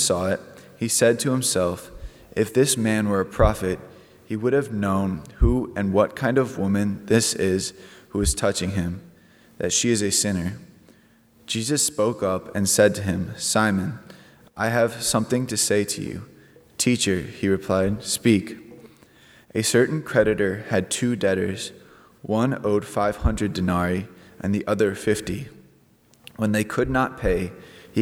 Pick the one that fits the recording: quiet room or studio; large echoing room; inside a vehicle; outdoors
large echoing room